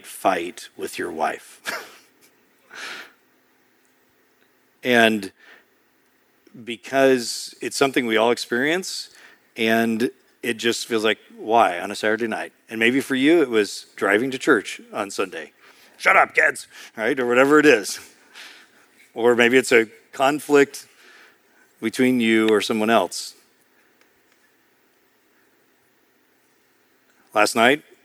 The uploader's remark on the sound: preached in March 2023 at Sojourn East